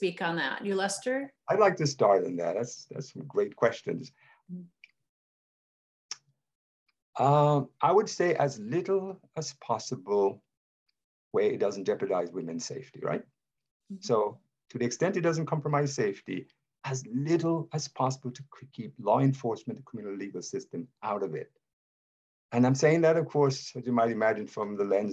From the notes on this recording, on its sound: Recorded live via Zoom